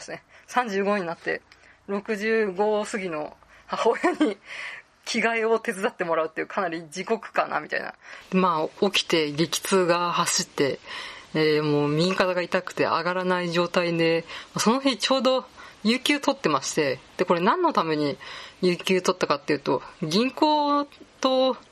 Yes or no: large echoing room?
no